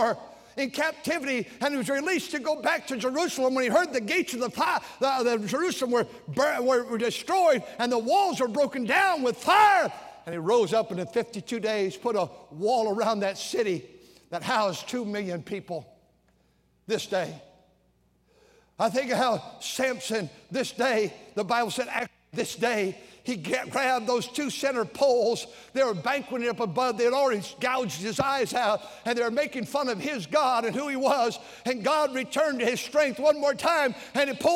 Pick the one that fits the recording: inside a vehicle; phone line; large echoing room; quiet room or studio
large echoing room